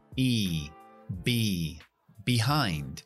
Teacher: Se acentúa en la segunda sílaba